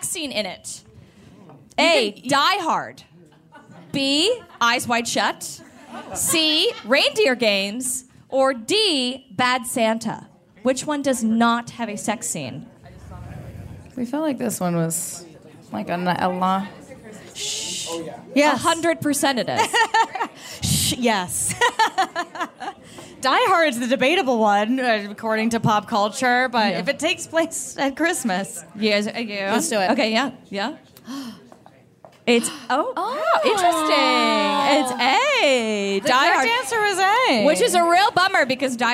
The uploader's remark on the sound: Performed a live show at Caveat in New York City.